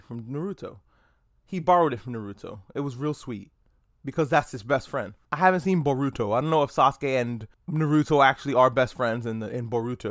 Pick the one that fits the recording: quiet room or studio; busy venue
quiet room or studio